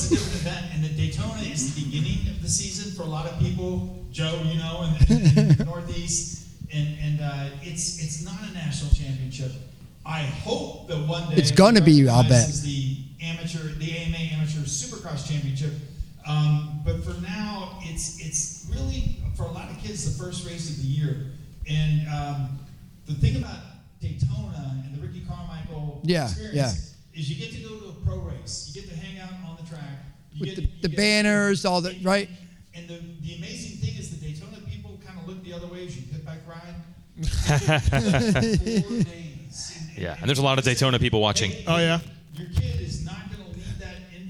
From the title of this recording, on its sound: Indianapolis Live Show